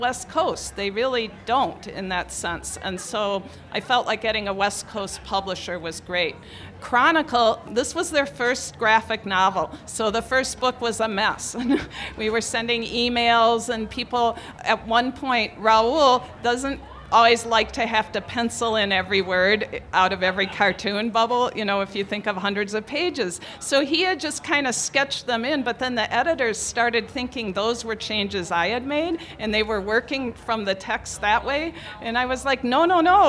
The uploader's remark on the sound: 30 Minutes spotlights excerpts from the 2016 Tucson Festival of Books.